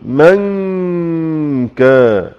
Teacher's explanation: لكن الإخفاء يكون عند الكاف وليس في الكاف، ويكون لا تشديد معه، فأقول من كا، شايف كا الكاف مشددة كما هي.